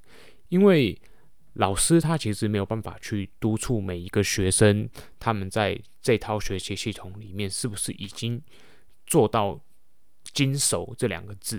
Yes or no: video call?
no